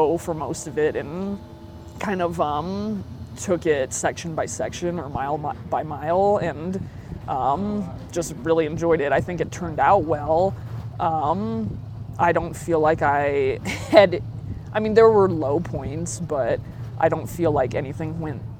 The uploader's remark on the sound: Met up at the Grand Canyon to record this episode. We recorded outside after we both wrapped up our runs for the day.